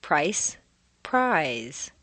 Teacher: Both voiced and unvoiced diphthongs have the underlying structure of the tone shift, or the double stair step, but the shift is much larger for the voiced ones.